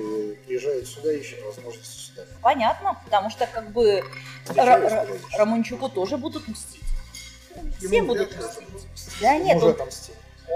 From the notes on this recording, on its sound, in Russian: беседу с ней мы были вынуждены записывать в сложных условиях переполненного кафе